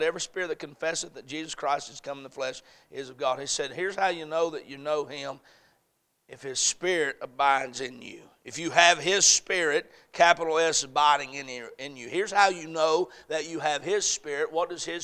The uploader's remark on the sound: A message preached at Crossroads Baptist Church on Sunday evening